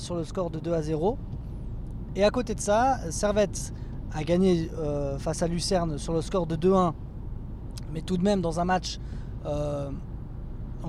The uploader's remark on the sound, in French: Voici un épisode spécial enregistré sur la route en rentrant de Lucerne.